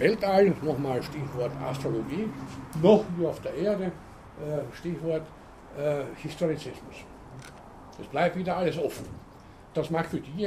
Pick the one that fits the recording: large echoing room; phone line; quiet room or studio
large echoing room